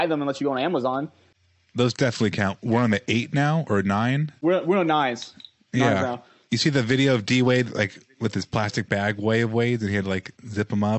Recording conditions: video call